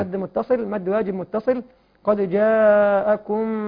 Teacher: جاءكم مد متصل تمام حرف مد بعده همزه في نفس الكلمه